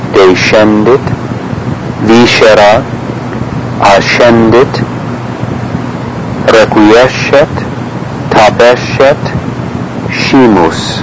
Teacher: And this also follows the basic principle of the hard and soft consonants as C and G, so that the SC before an E or an I or AE or OE is pronounced sh, whereas before an A, an O, or U is pronounced hard as in sk. · Term: soft sound